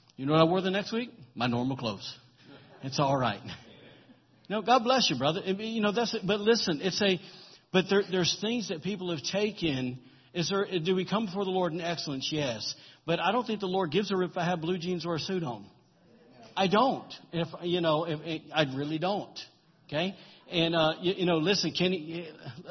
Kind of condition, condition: setting, large echoing room